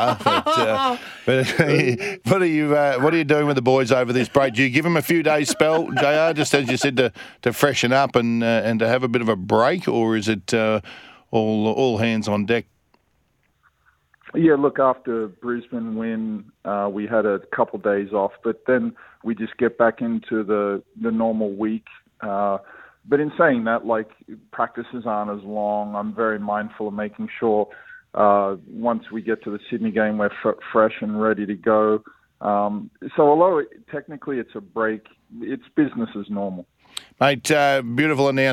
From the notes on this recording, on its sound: jumps on the phone to talk to us